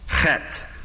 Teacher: The H there is pronounced with the guttural ch.